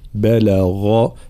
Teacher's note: طبعا هنا الغين مفخمة مجهورة مع ترقيق الباء واللام